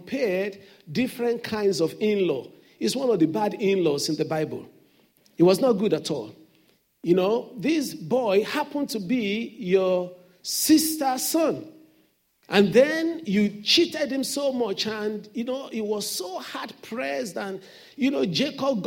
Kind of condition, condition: setting, large echoing room